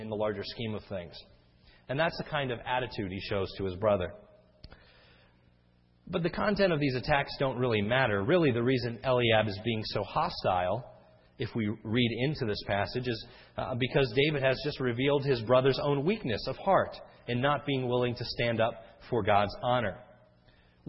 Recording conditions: large echoing room